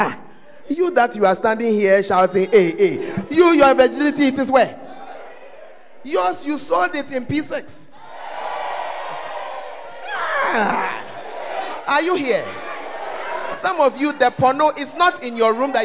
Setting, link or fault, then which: setting, large echoing room